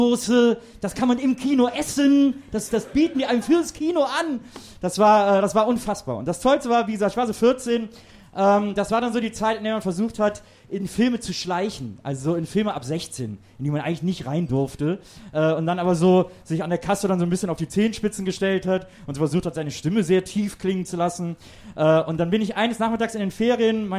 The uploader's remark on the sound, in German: Zum dritten Mal hat sich die bunte Tüte der Podcastwelt vor Publikum getraut.